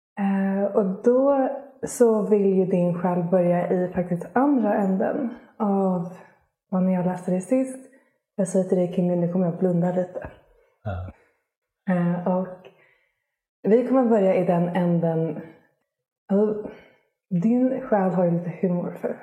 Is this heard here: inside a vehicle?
no